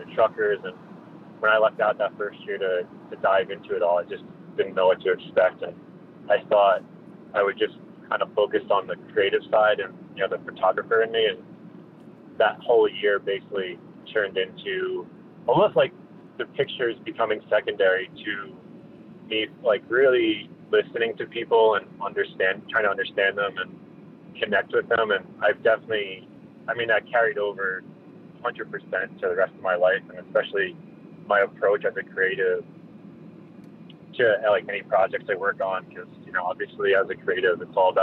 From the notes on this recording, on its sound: spoke while he was driving from Salt Lake City to Los Angeles